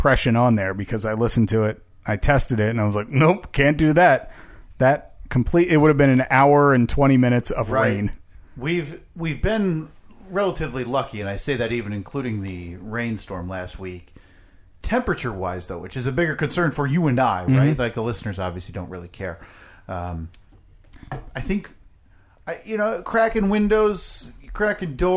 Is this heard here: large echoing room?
no